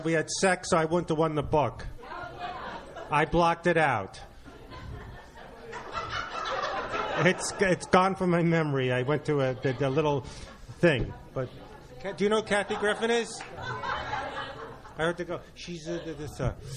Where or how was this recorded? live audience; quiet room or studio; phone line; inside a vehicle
live audience